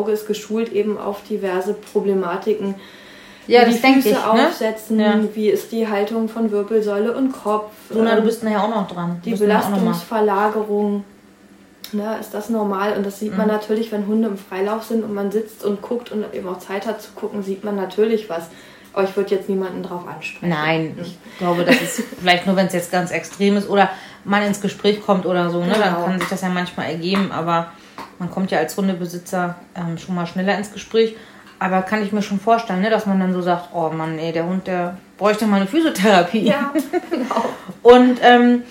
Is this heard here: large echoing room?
no